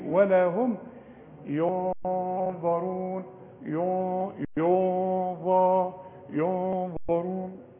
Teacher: في غنه هنا، الغنه بتتبع الحرف اللي بعدها، النون اللي بدون تشكيل بنشوف محتاجه ايه، نخفيها او ندغمها، فهنا هنخفيها، الضاء مفخمه، اذا الغنه مفخمه، لكن الياء مرققه